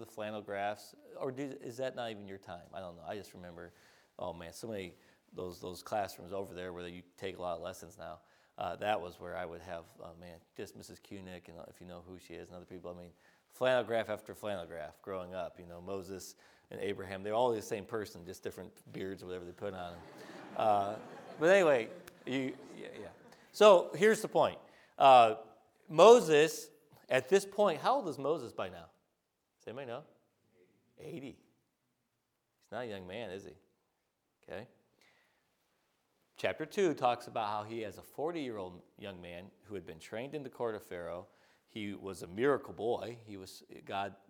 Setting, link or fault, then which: setting, large echoing room